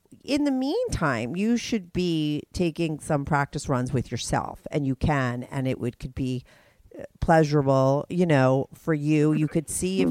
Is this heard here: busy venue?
no